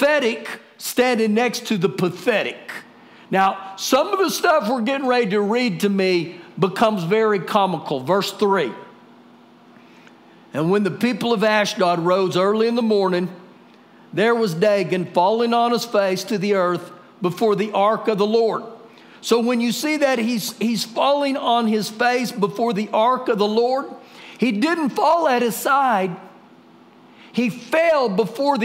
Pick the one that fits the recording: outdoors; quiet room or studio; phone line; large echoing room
large echoing room